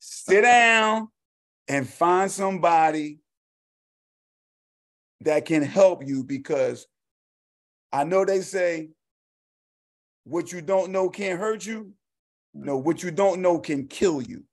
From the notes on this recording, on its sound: zoom recording